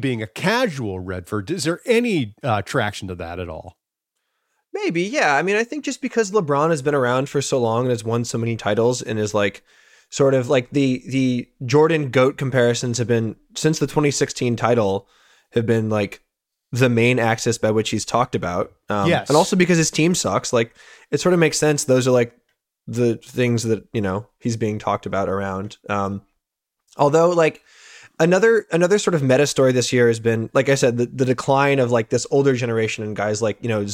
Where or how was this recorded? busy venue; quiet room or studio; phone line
quiet room or studio